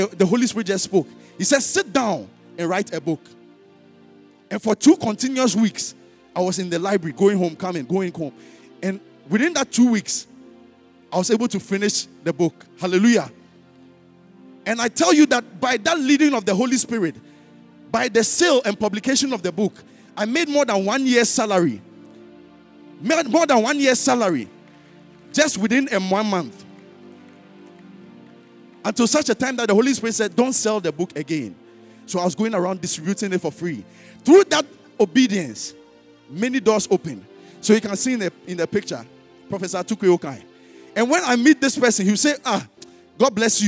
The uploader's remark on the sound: Sermon preached at CBC Shiashie Campus